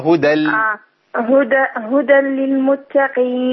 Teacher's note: هدى للمتقين. أنا عندي هدى تنوين بيضغم في اللام تبقى هدى. هدى للمتقين.